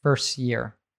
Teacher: I would probably usually drop that T in first, but I would say first year.